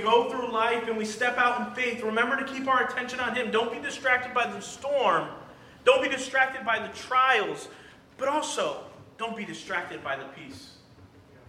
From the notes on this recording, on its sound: during the Sunday morning service